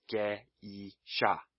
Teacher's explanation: Each vowel is pronounced separately. They do not create a new sound like they do in English. · Term: Vowel combinations